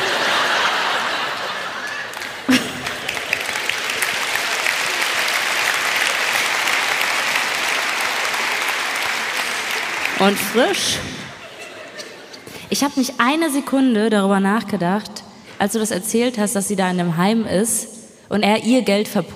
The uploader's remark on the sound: LIVE in Stuttgart